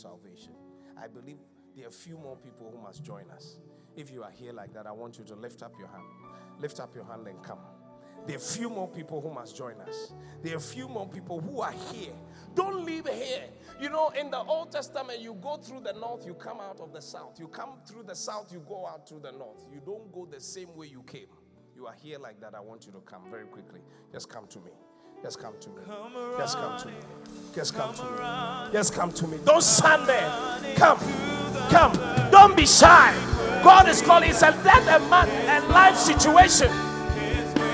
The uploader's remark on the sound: Preached at the Qodesh